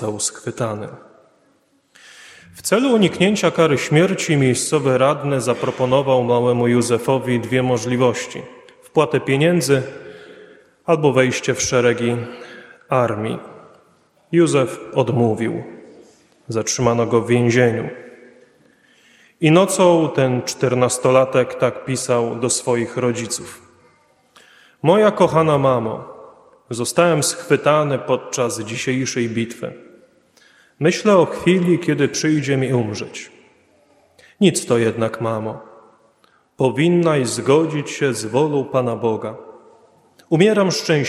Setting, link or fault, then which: setting, large echoing room